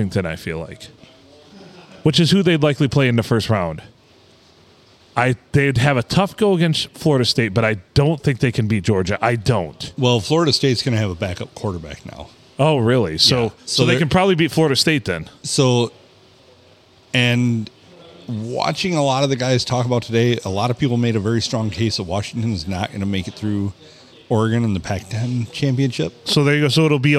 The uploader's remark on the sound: Recorded in Deckerville at the Silver Tavern, the Olde STD on a Monday night.